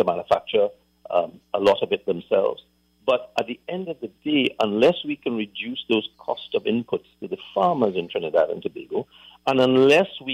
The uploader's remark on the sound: During this hour we take calls from our audience